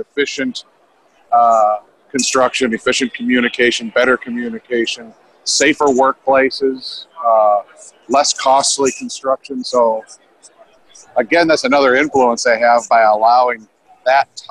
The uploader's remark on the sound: films at Procore's conference, Groundbreak, in Phoenix